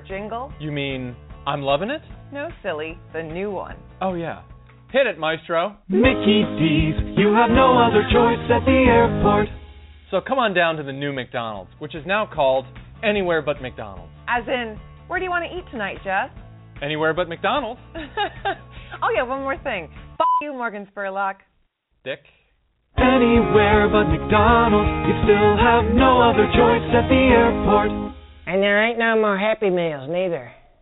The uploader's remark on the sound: GB/DET Recap + Your Phone Calls!